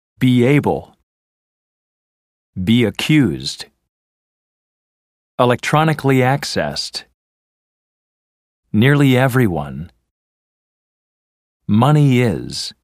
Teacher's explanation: Since the vowel E is very similar to the consonant Y, y is the transitional sound that helps you glide easily from E to another vowel. · Term: Y vowel link